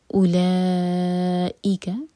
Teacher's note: next example ہے سورہ عبسہ سے آیہ نمبر 42، یہ ہے اولئک، او ایک حرکہ، لا مد متصل، چار حرکہ لمبا